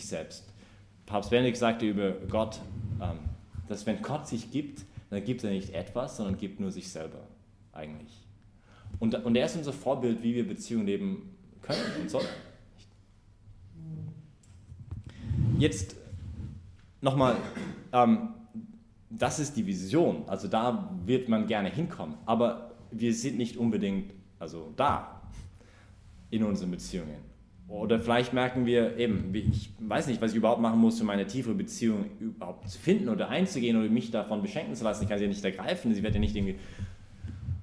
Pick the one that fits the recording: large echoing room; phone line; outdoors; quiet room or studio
large echoing room